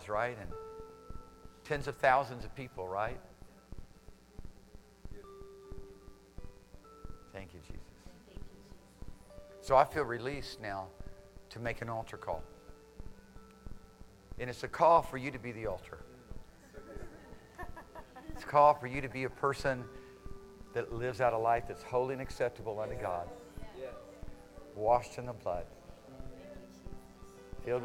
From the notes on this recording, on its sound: Recorded Sunday, January 22nd, 2017 AM Service